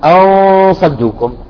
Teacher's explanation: الغنة مفخمة يعني، ليش مفخمة؟ لأن الحرف الذي بعده استعلاء